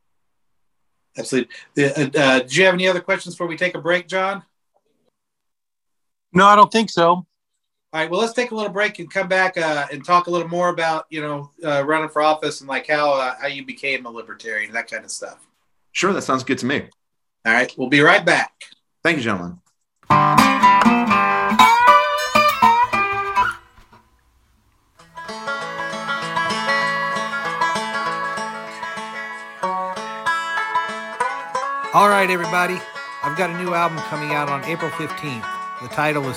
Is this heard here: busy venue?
no